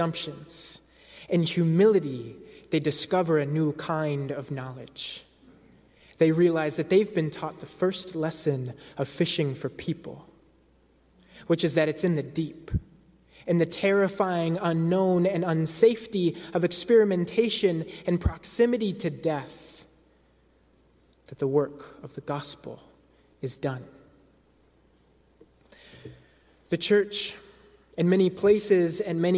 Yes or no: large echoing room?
yes